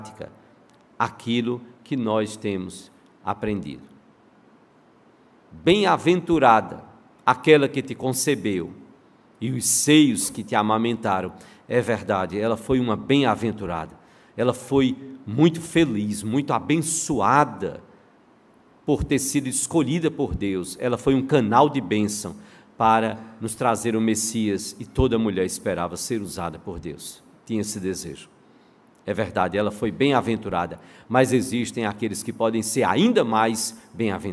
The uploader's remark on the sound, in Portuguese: no culto presencial e transmitido ao vivo